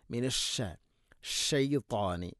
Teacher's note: ഷ എന്ന് അതിനെ തഫഷി എന്നൊരു സിഫത്തുണ്ട്, അതിനെ പരത്തി കൊണ്ടുവരണം